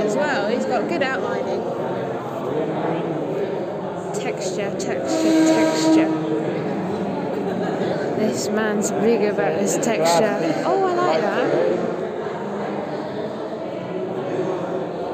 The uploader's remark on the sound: Recorded at the Art Space at 42 Yet Kieu Street